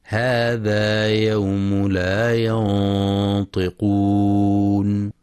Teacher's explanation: وحرف الطاء من حروف الاستعلاء والإطباق فهي مفخمة والغنة تابعة للحرف · Term: تفخيم غنة الإخفاء